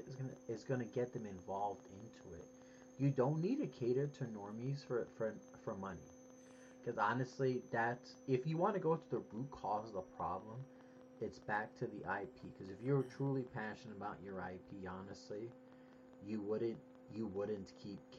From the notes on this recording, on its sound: All the while battling technical issues.